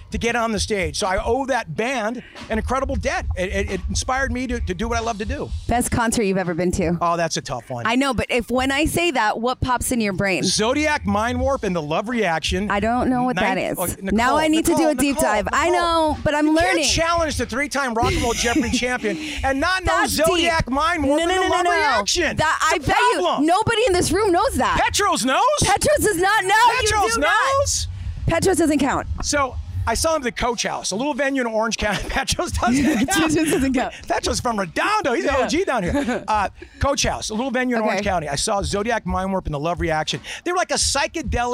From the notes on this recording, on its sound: at the Beachlife Festival